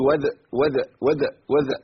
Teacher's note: انا عملت قلقله او تحريك بسيط لحرف الذال. انا ما قلتش وذا ولا وذي ولا وذو، انا قلت وذ وذ وذ وذ، خدت شبه حركه.